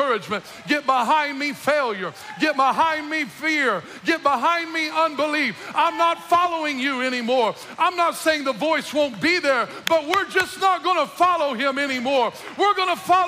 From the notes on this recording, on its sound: From The Roads Church in North City, Illinois, delivers a passionate sermon at the "Empty Conference."